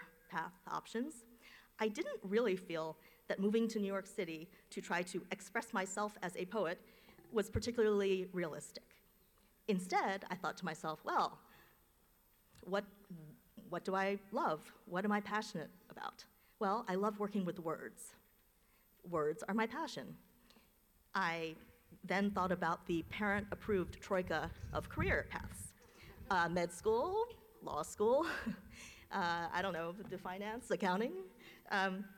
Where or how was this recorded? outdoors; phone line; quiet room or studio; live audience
live audience